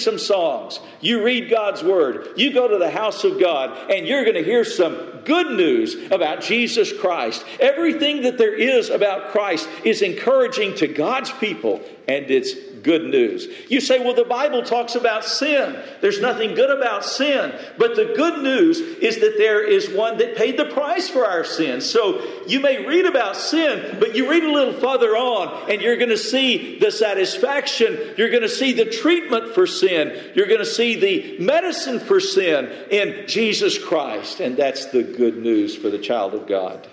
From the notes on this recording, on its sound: Message delivered Sunday, June 18, 2023 at Mt Carmel Primitive Baptist Church, Bel Air.